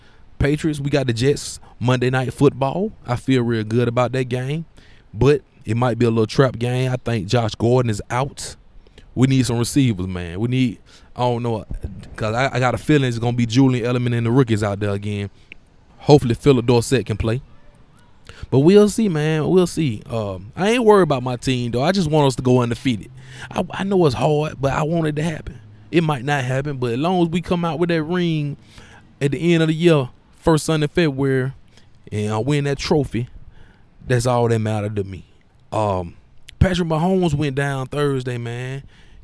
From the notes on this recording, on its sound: The fourth edition of the Roadshow Podcast live from the campus of the University of Alabama! Pregame show for the Alabama vs Tennessee game.